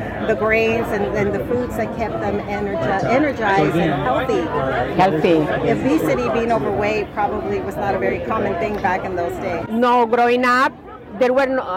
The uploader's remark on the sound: Live Interviews At The Tulsa VegFest. This was a one-day event where she had a booth, did giveaways, spoke to the public, and conducted short interviews.